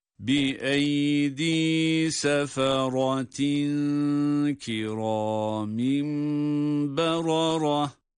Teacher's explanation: Burada da geçiş halinde ta harfinin iki esresi hareke olarak okunup tenvinden sonra kiramin kelimesine geçildiği için burada tenvinden sonra kaf harfi geldiğinden burayı da ihfa ile okumamız gerekiyor